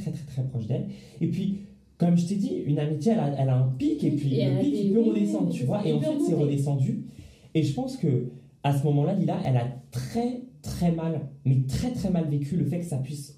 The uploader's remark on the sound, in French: Je m'excuse encore pour la qualité sonore de l'enregistrement qui n'est pas incroyable.